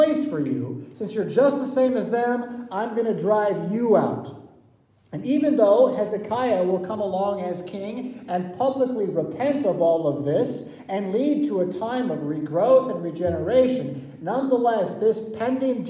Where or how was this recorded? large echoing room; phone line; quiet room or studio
large echoing room